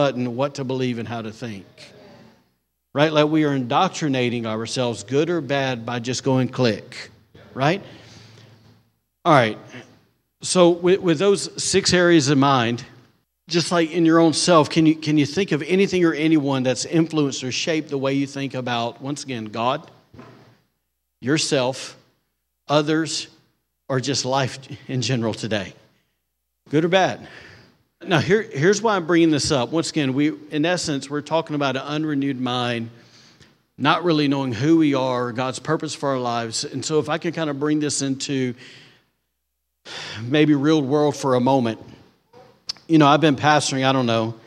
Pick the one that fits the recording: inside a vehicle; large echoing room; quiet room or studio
large echoing room